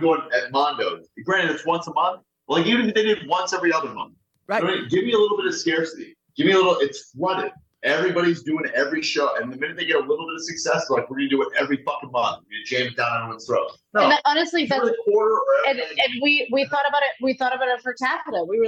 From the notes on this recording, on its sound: I’ll apologize for some of the audio issues